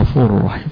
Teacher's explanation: أكثر القراء على إن التنوين اللي بعده الراء يبقى فيه هنا إدغام بغير غنة، ما فيش غنة فيها.